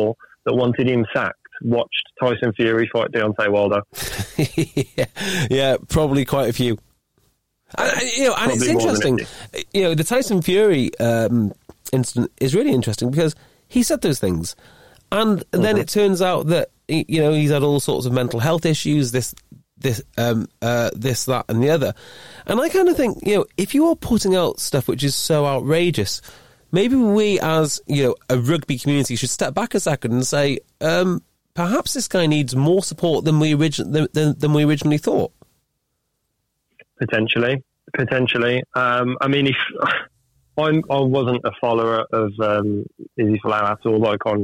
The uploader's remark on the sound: Listeners call in to talk about rugby.